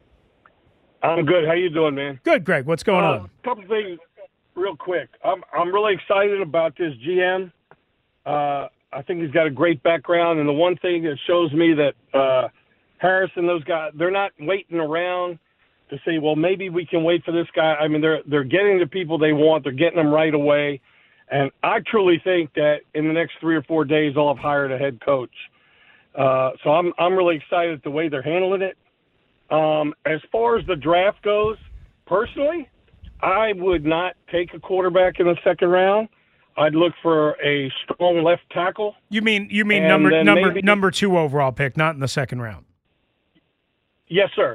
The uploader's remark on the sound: Jumping back to the phone lines